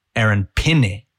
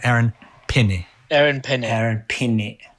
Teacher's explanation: It's correct pronunciation is Aaron Penne. So the pe and the ne sound exactly the same. They have the same vowel sounds, rather than the other interpretation where people say pe and then they say nay, and it's like that doesn't make sense.